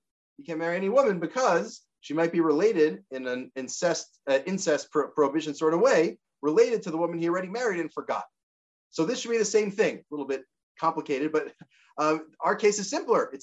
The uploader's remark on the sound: This audio was captured from Zoom. As part of Drisha's Spring Zman.